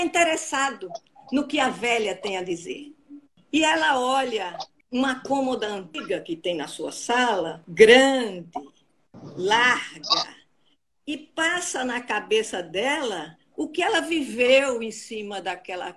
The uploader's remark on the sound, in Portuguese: uma série que registra conversas ao vivo (live) que rolaram no Instagram